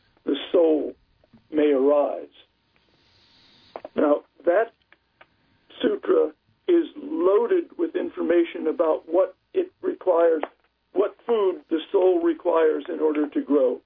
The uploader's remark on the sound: we speak by telephone